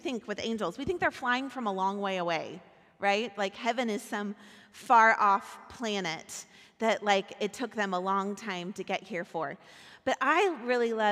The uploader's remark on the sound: Recorded at our Sunday gathering on December 10, 2023 in Port Orchard WA.